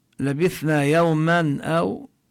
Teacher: هذا التنوين هنا حكمه الإظهار لأنه جاء بعده حرف الألف الهمزة